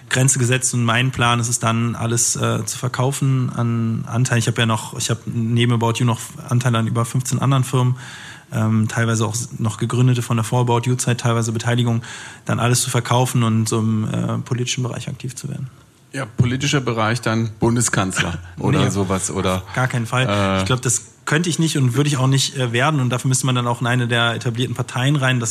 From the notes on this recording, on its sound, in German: im Rahmen einer Veranstaltung des Handelsblatt Wirtschaftsclubs aufgezeichnet